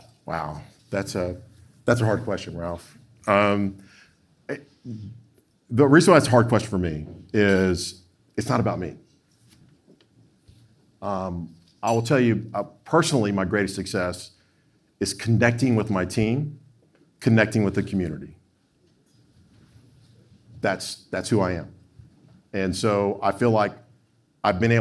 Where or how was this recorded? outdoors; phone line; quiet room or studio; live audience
live audience